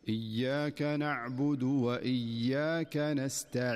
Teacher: والصحيح أنها صافية ولا يوجد فيها غنة أبدا حرف الياء